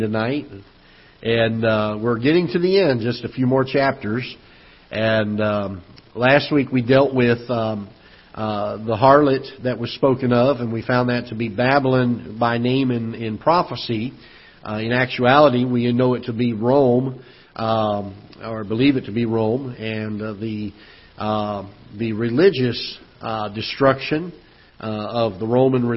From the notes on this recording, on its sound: Ketha Heights Baptist Church ~ Live Broadcast.